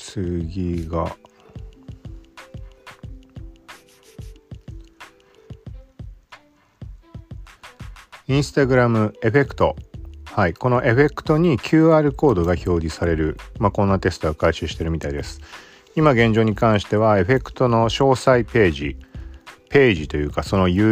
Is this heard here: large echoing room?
no